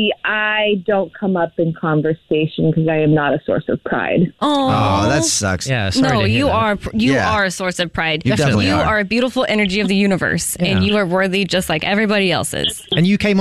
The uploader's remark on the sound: someone one the phone